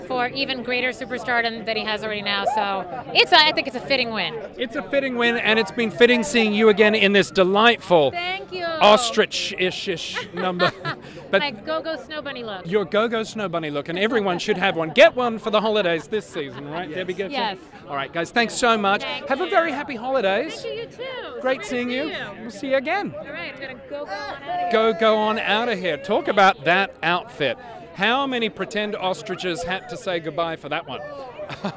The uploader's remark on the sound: On the Red Carpet at Dancing With The Stars. Get a live look at the red carpet after every episode.